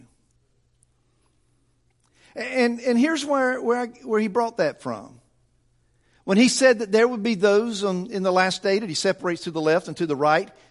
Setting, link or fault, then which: setting, large echoing room